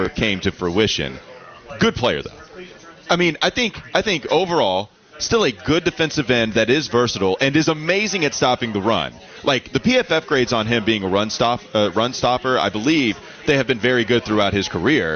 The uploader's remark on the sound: live from the Wells Fargo Championship